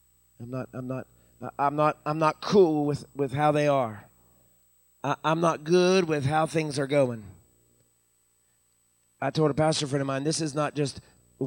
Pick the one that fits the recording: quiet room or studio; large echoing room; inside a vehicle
large echoing room